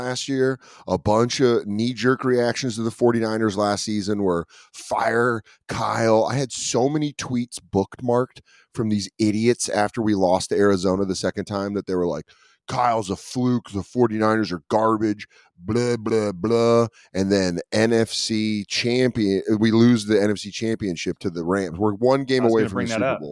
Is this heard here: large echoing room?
no